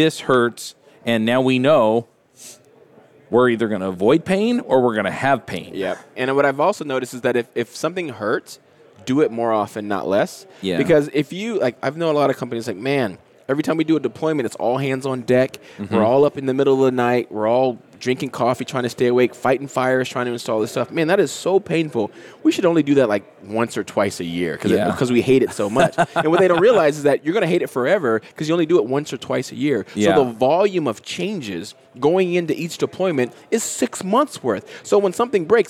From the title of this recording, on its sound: LIVE at Microsoft Ignite